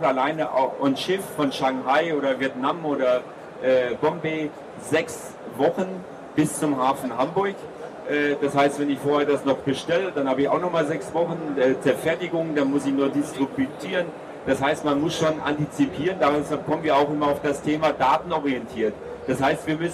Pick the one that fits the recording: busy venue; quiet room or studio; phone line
busy venue